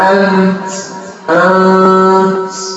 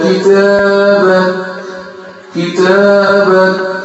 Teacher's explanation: اذا كانت هذه الاحرف ساكنه فانه يظهر فيها الهمس بصوره واضحه، خاصه الكاف والتاء، خاصه الكاف والتاء هي اللي بتكون واضحه جدا في الهمس عند كل الذين يقرؤون الكاف والتاء.